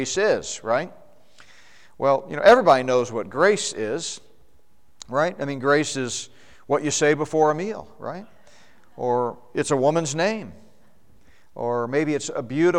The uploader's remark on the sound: the Prophecy Conference at Northstar Family Church in Flowery Branch, GA.